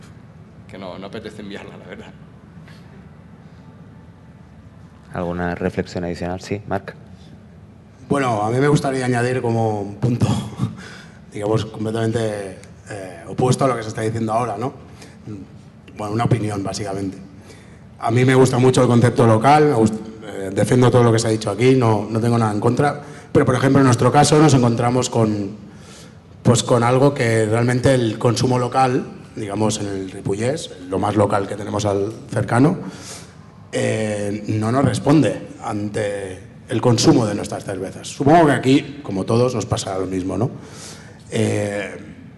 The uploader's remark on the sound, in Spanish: Mesa Redonda del Barcelona Beer Festival 2022. Celebrada en el marco del Barcelona Beer Festival 2022, el 16 de octubre, en La Farga de l'Hospitalet.